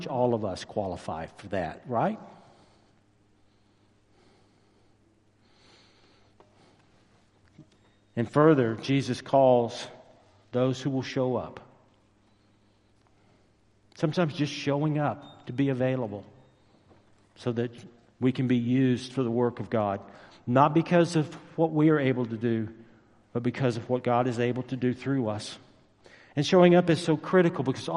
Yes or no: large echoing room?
yes